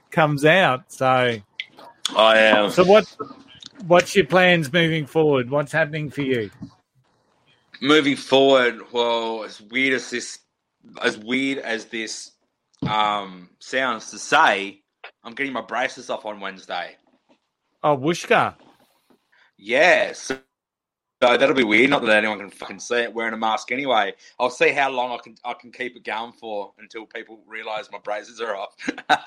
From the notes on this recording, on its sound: Some lag and some glitches with the audio